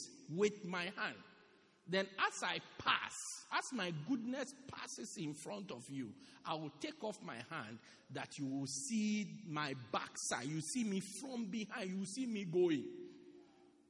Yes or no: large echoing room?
yes